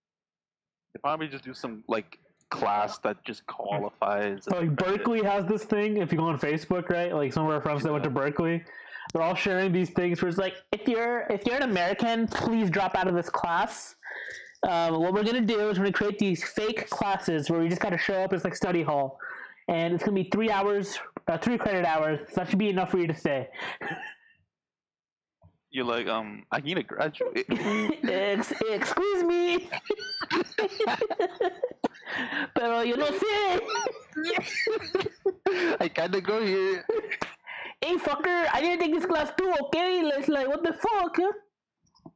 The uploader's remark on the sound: PLEASE SKIP, BAD AUDIO. We're really sorry about the shitty audio. Discord wouldn't let us use the audio interfaces and Shure mics we had for some reason (probably a driver issue) so we were stuck using less than ideal airpods.